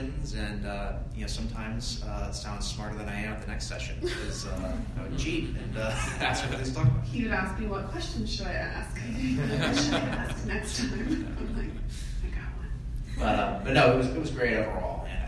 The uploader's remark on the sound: Presented to the 20/30Somethings ministry